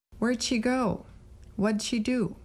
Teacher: Did can be a quick D sound when it's combined with a question word.